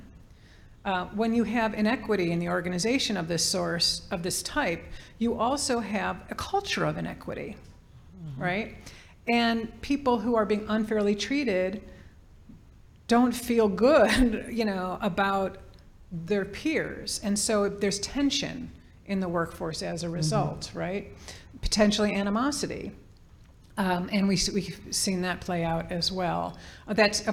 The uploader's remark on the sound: This conversation was recording in front of a live audience.